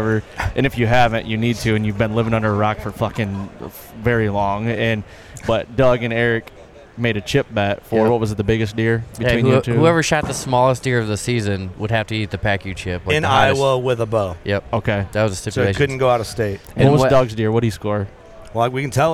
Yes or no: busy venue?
yes